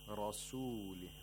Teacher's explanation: The ra has to be pronounced with tafkhim, with thickness.